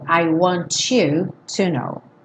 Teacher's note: uma palavra terminada em T seguida de um you pode soar to